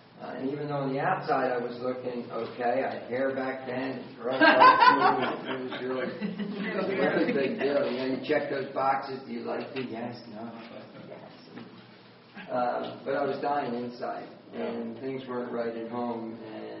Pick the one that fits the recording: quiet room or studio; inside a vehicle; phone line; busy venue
busy venue